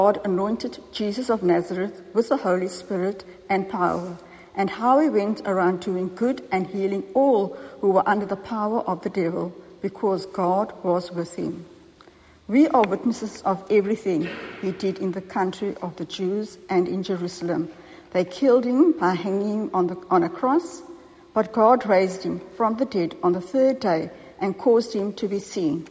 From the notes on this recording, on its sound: Recorded at the 7am service on Easter Morning, Sunday 9th April 2023